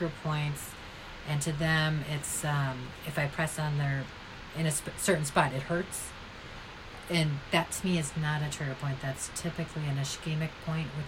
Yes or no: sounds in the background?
yes